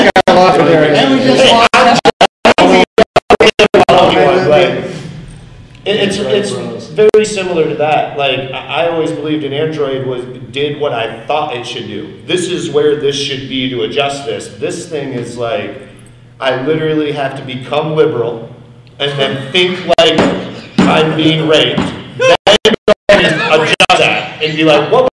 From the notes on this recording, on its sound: Live at PRI trade 2021 show in indy